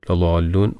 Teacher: ലളാലൂൻ മദ്ദ് ലാസിമാണ്. നന്നായിട്ട് ആറോ ഏഴോ ഹർക്കത്ത് ഉച്ചരിക്കണം.